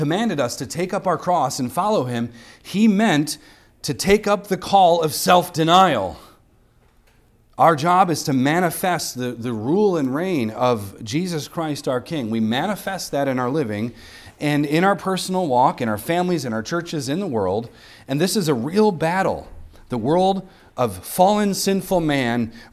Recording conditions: large echoing room